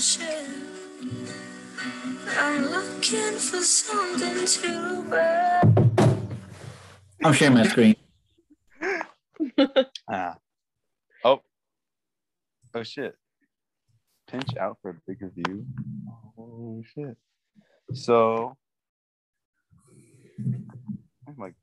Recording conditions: video call